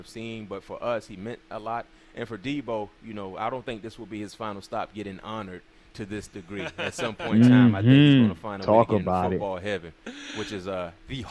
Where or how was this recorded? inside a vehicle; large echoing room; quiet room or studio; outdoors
outdoors